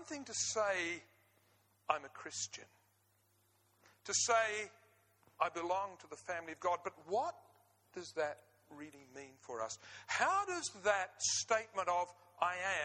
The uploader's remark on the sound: 9am Service, Arena Church, Ilkeston